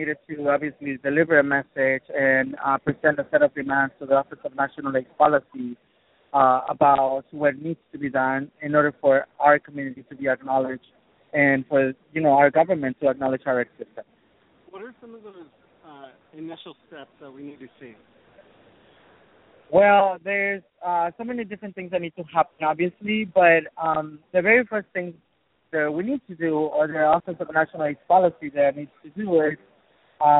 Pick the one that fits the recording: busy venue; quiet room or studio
busy venue